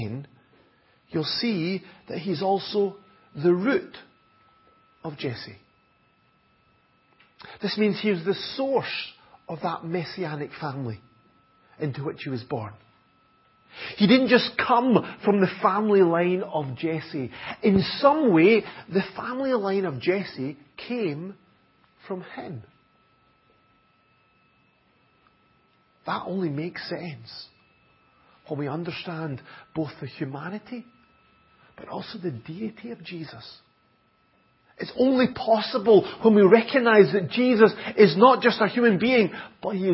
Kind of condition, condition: setting, large echoing room